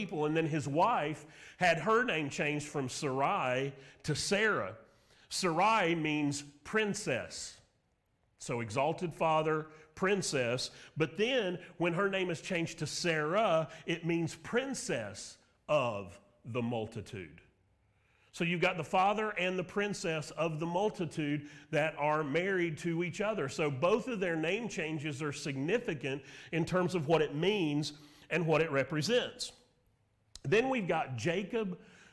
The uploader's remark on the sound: Sermon Audio from Mission Church in Locust, NC.